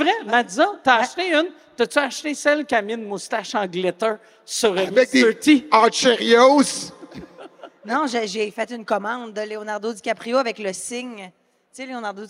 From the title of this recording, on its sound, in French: SOUS ÉCOUTE au CENTRE BELL